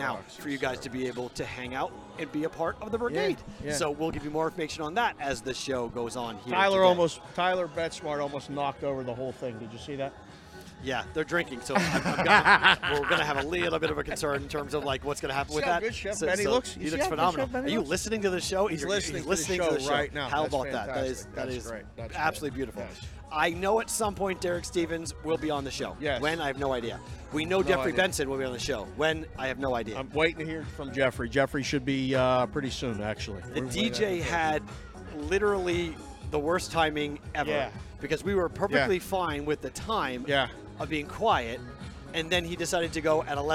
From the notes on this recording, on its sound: Live From Stadium Swim at Circa Las Vegas. Host a live show with the Brigade for the first time ever in Las Vegas.